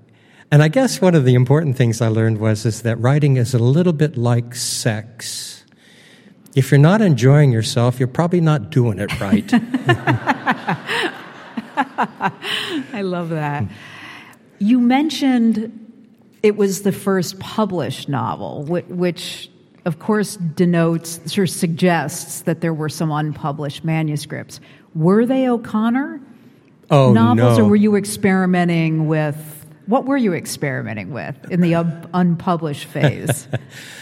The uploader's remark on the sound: Recorded on stage at The College of St. Scholastica in Duluth.